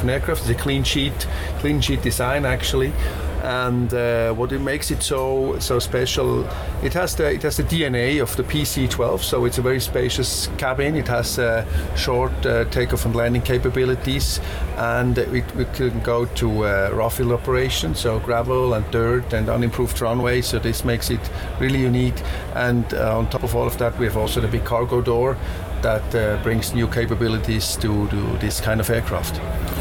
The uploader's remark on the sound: recorded at the 2015 Australian International Airshow